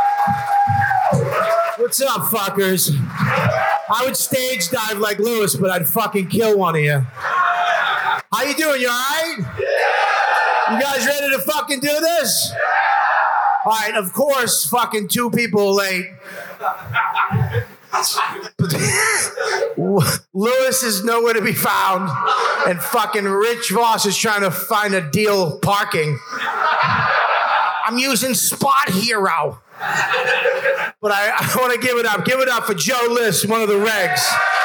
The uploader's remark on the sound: Skankfest 2019: LIVE!